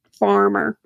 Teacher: It's a double vocalic R, farmer.